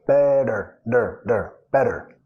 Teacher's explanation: better en el inglés de los Estados Unidos como R suave